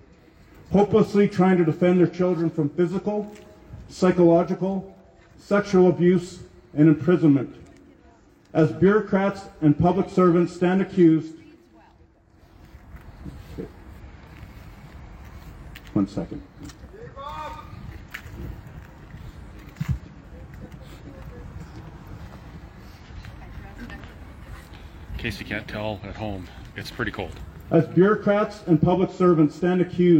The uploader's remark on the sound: Press Conference at the Alberta Legislature